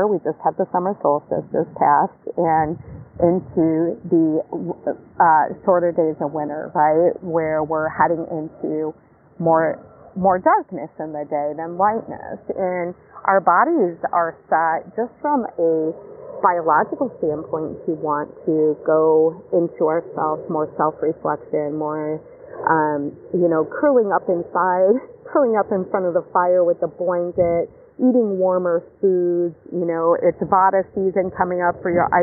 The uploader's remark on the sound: Live from the beach, post yoga.